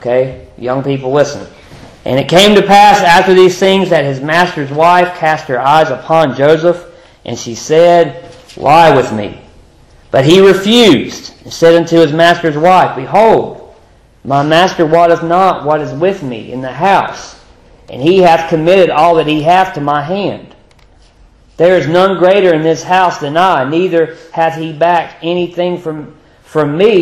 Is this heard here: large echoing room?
yes